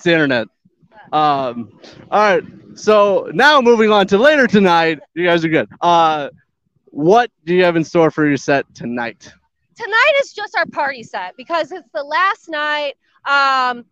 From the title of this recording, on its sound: SCR Live From Motoblot